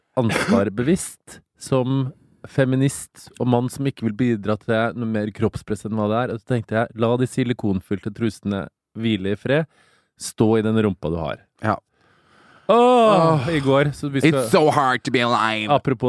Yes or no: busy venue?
no